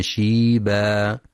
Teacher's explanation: في كلمة شيبا ينتبه القارئ لكسر الشين فلا يقرأ بفتح الشين